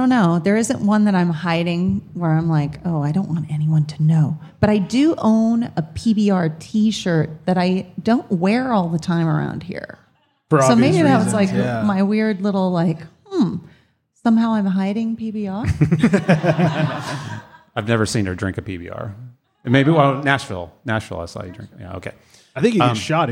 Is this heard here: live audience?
yes